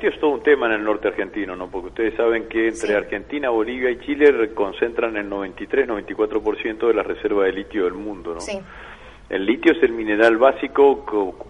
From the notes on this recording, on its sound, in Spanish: Entrevista telefónica